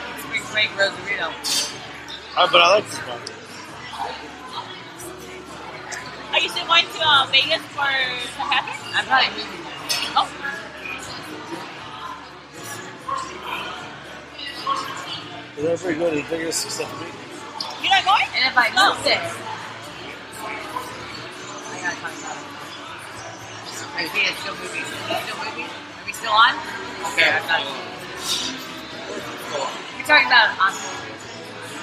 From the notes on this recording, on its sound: Live at the Old Crow in Huntington Beach